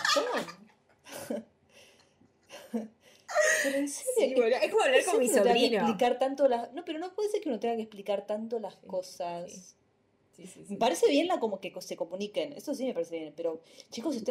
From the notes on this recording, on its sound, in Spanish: Con el ruido de la lluvia de fondo.